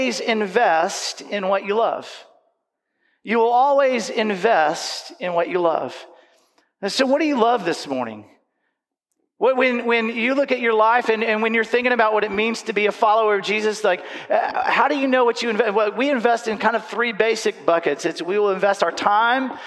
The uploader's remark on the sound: recorded live Sunday at Covenant